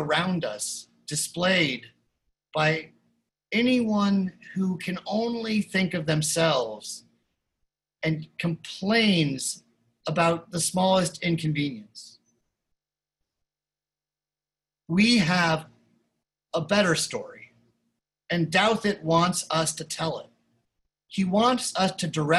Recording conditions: video call